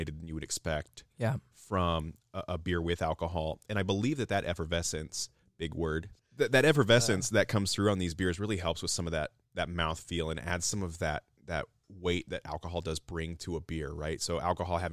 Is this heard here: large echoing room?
no